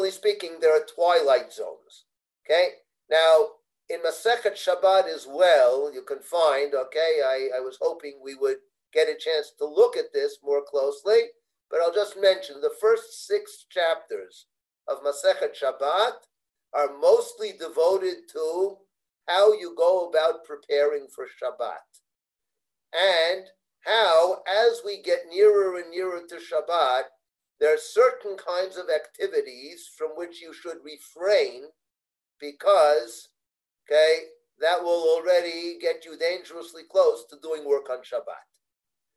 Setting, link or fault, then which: link, video call